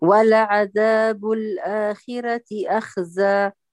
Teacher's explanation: ائت بتفخيم نسبي في الخاء وفخم الراء المفتوحة